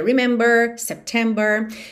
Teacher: o inglês americano tende a fazer esse R mais enrolado